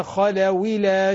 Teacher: نقل حركة الهمزة إلى الساكن قبلها